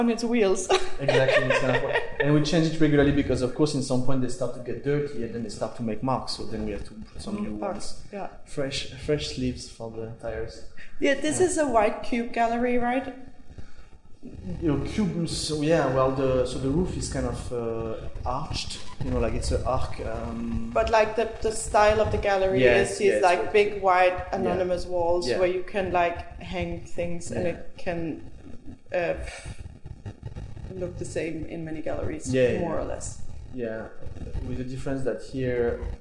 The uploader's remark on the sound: There was some electrical interference making noise on the recording, which I have cleaned and removed as much as I could without making our voices too strange. When we walk & talk through the exhibition the soundscape is fine and you can hear the sound of the artworks.